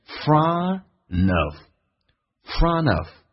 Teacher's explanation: 还有一种连音是 nt 组合，用 n 进行连音会比较多一点，尤其在美语当中